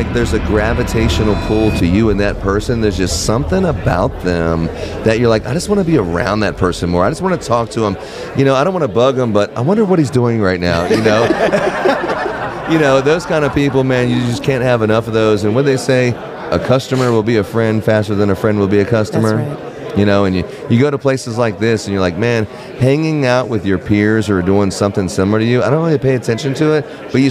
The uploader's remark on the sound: Recording LIVE from Las Vegas.